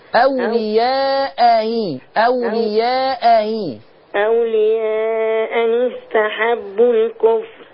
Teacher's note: افتحي الهمزة، الهمزة الأولى مفتوحة